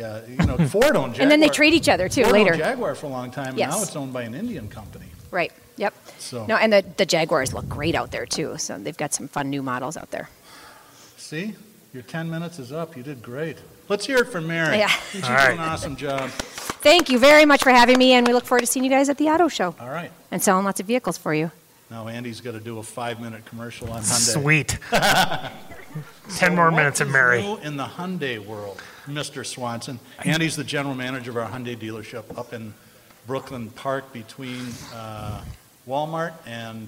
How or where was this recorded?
busy venue